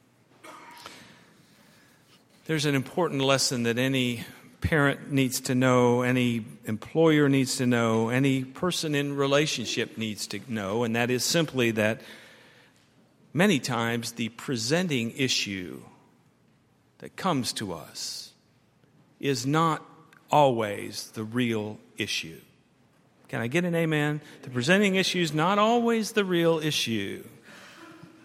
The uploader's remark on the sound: at Highland Baptist Church.